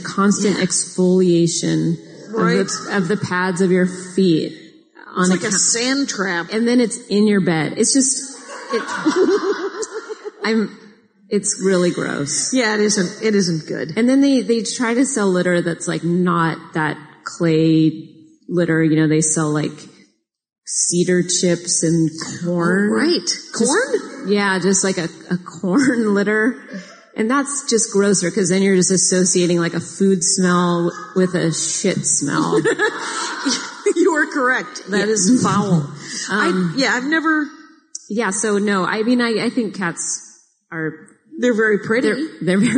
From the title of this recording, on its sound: Live from Portland